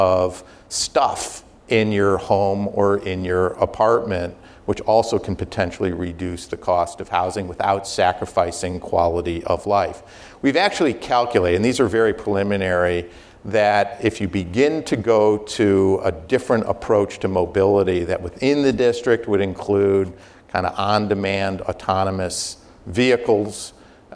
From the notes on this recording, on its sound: live RBCDisruptors event